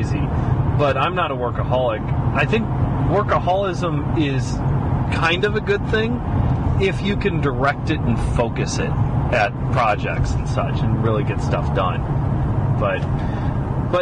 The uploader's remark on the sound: A sort of blog they do during the car ride to the weekly recordings. This one they did with audio only.